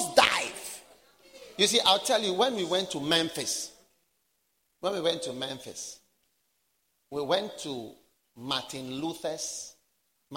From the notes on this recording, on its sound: Preached at the Wisdom Impartation Service.